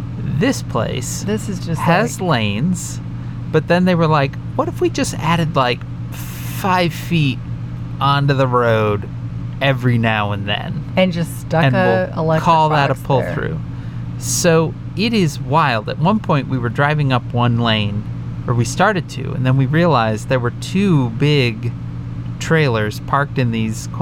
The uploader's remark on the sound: It's just too hot to turn off the air so enjoy the sound of what it really sounds like in Evangeline. Every episode we try and turn off the fans and AC so you hear us clearly. Today, in Kearney Nebraska, it's just too hot to turn off the air so enjoy the sound of what it really sounds like in Evangeline.